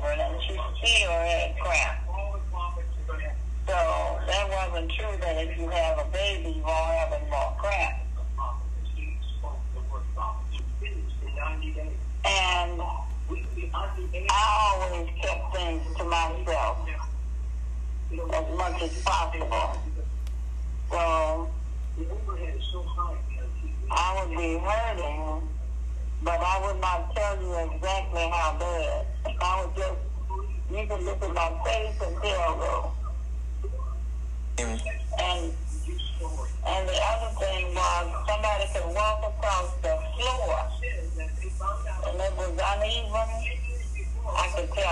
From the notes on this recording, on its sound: Listen in on a phone conversation.